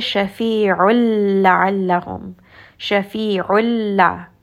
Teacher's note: There is not going to be any نون sound. Instead, we will simply merge the sound within the لام and not bring this up into the nose